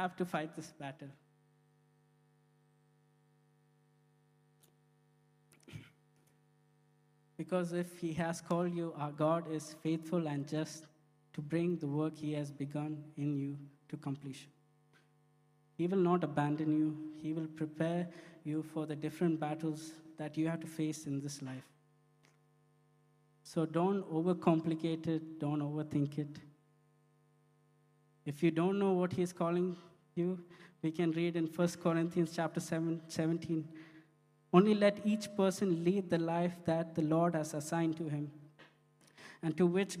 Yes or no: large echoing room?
yes